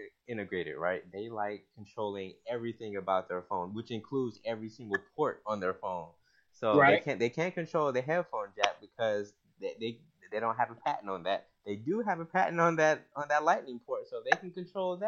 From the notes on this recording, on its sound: Apologies for any audio issues, we're newbs at this but we continue to learn and grow!